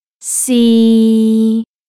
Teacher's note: A flat tone in the middle of your voice range. · Term: The third tone